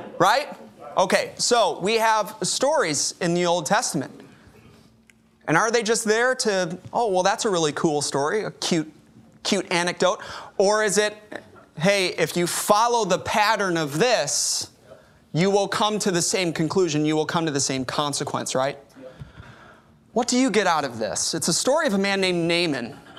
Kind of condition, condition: setting, large echoing room